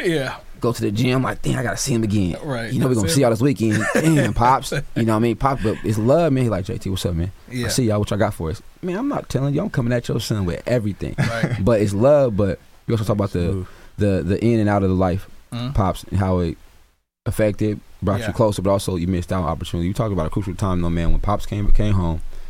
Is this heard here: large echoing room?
no